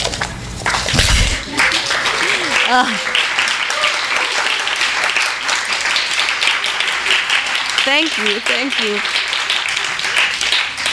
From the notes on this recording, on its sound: THIS EVENT WAS RECORDED LIVE AT SKYLIGHT BOOKS.